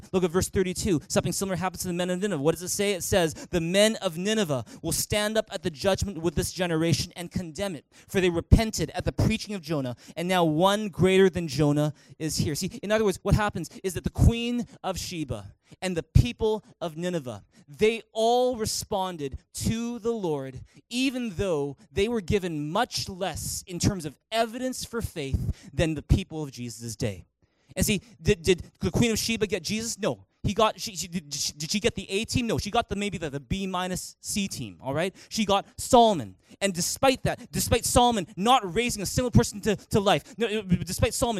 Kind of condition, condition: setting, large echoing room